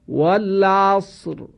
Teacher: این کلمه والعصر رایش در اصل کسره داشته، ولی به خاطر وقف را باید ساکن بشه